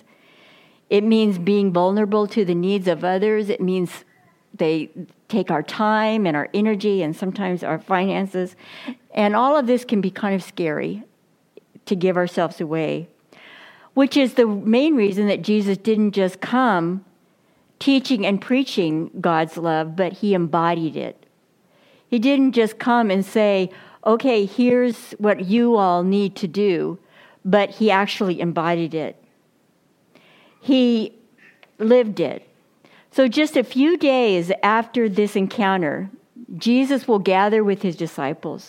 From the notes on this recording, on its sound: Reformation Sunday message delivered during the Contemporary Worship service.